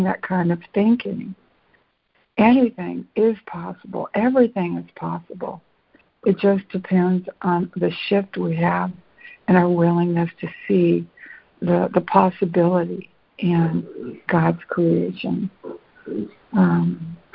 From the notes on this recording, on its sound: ACIM Daily Conference Call